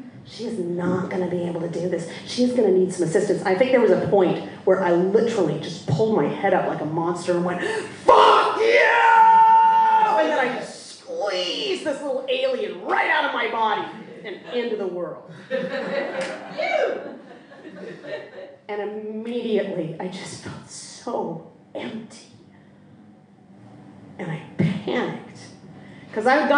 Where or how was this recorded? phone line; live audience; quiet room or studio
live audience